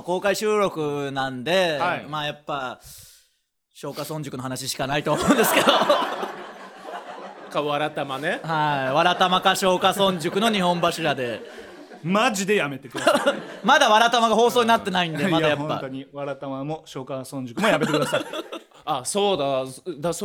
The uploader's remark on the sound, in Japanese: 公開収録。